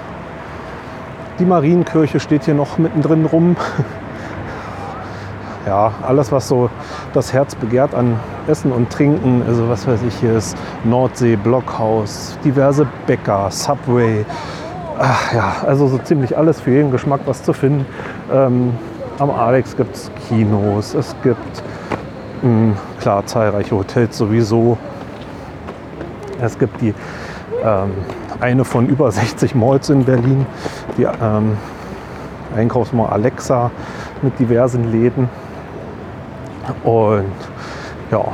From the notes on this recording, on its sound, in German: Dann haben wir noch in der Marienkirche am Alexanderplatz eine Kerze angezündet und sind im Regen wieder zurück zum Auto gelaufen. Von meinen Eindrücken vor Ort berichte ich mit reichlich Atmo (oder auch Hintergrundgeräuschen) direkt aus den den jeweiligen Räumen. Und die Kinder kommen natürlich auch mal zu Wort!